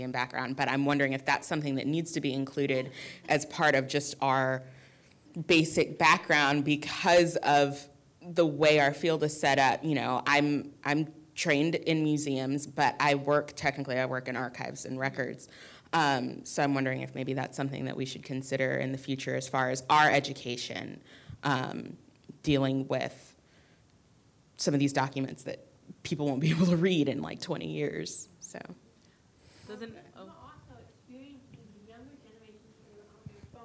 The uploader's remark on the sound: 2017 AASLH Annual Meeting Session Recording Recorded in Austin, TX September 8, 2017